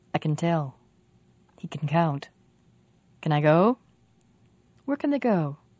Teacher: When we say can, we almost don't say the vowel, the a, at all. The word sounds like can.